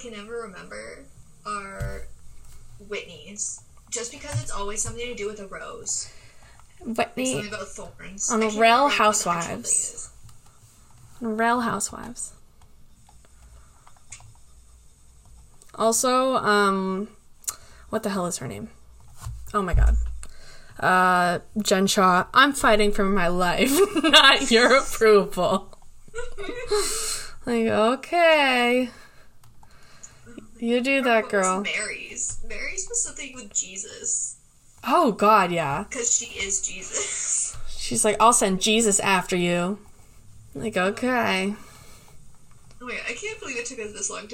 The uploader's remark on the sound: Due to my illness, I had to meet virtually with my (recurring) guest. If the sound is off, my apologies!!!